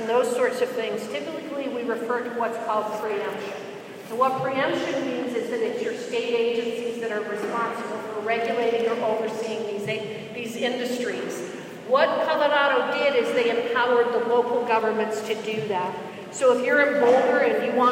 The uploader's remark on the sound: Panel from the 2019 Energy Exposition. At the Energy Exposition 2019 in Gillette, Wy.